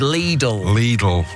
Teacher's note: Lidl is pronounced Lee Dull, with the first syllable like the English word Lee and the second sounding like dull. It's a German name, and the I in German is pronounced as a long E sound. Yeah. So it's Lidl.